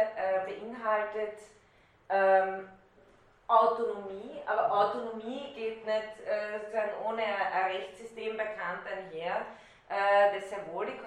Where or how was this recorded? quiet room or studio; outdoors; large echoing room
large echoing room